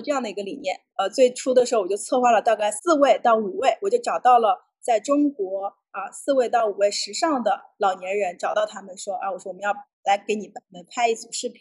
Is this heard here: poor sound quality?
yes